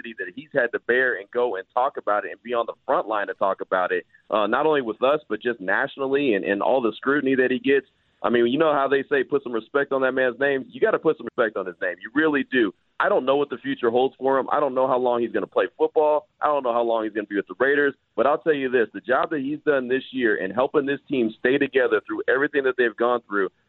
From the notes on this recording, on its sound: Throughout the hour, the guys take to the phone lines to hear from the listeners.